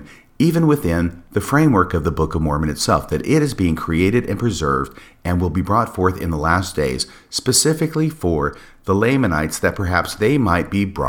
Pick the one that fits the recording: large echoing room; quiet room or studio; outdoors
quiet room or studio